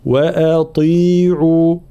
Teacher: ترقيق الهمزة وتفخيم الطاء مع بيان حركة الكسر